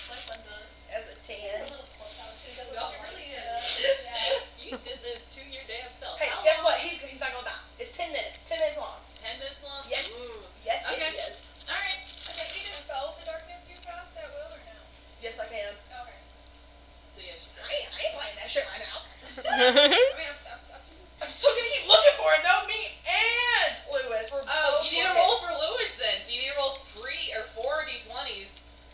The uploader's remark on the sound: I apologize for the audio quality of this first episode. Because that section of audio for me got corrupted.